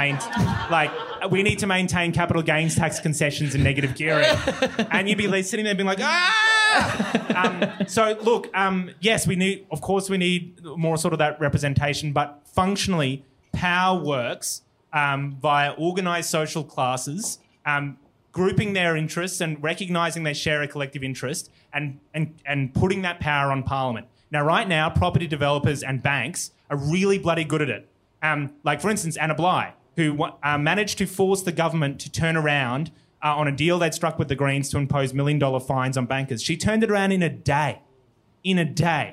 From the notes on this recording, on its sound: Live from Brisbane. Live from Good Chat.